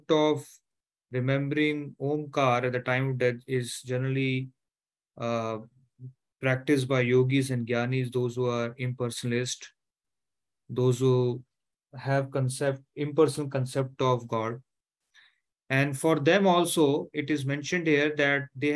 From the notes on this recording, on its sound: Zoom session